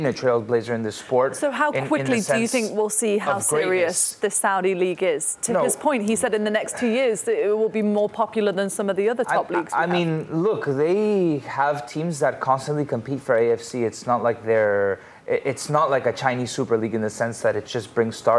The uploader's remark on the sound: join the show from DC MLS All-Star Skills Challenge